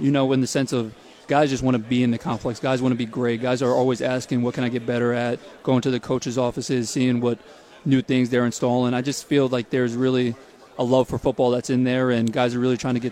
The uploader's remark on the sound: Live from SEC Media Days in Hoover.